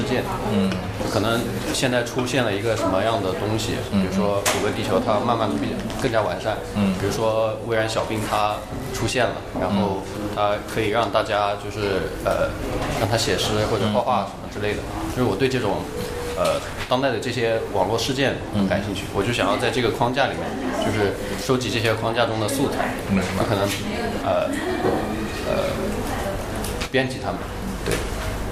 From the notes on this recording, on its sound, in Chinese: 本期为展览「无限的猴子」开幕聊天的现场录音